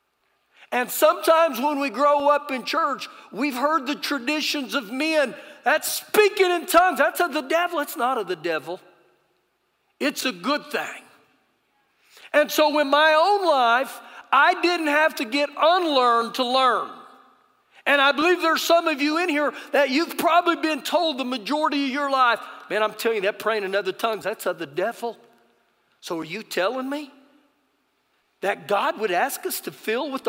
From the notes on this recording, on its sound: Recorded live during our Sunday morning service